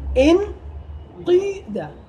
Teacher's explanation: كسر مع ضم، مع ضم الشفتين · Term: الإشمام